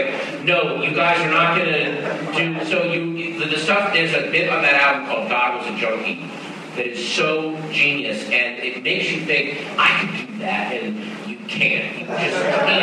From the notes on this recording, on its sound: Recorded at Barnes & Noble in Union Square, NY, on January 6, 2014.